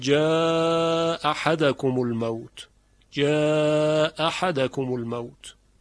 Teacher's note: وقتی دو همزه در کنار هم قرار میگیرن یکی از اونها رو ساقط میکنه، مثل جا احدو میشود جا احدکم الموت، جا احدکم الموت. · Term: اسقاط همزه